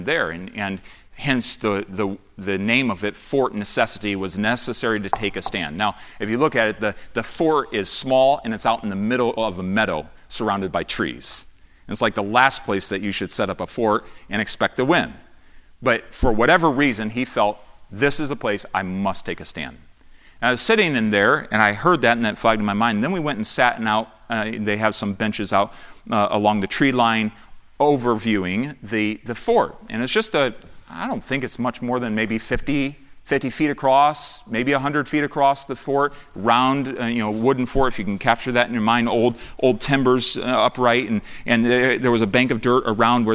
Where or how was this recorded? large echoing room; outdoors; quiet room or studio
large echoing room